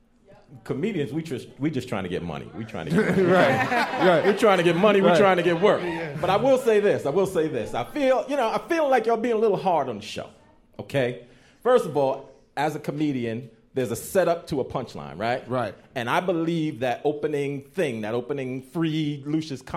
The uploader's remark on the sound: Watching the show at our live viewing party in The Greene Space. A scene from the live taping of Empire Afterparty from WNYC.